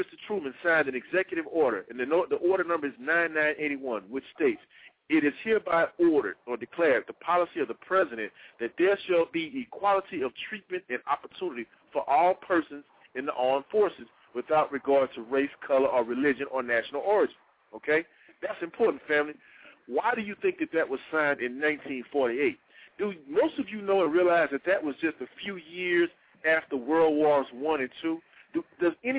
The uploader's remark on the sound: Opens the phone lines to discuss the legacy of the Civil Rights Movement.